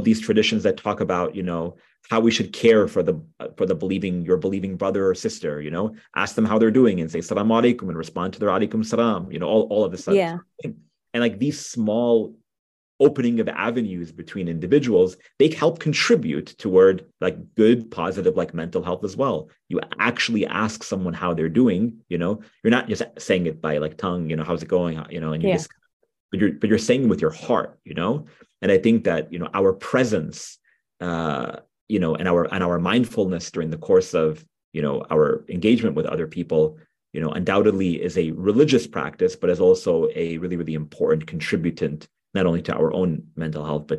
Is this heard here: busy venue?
no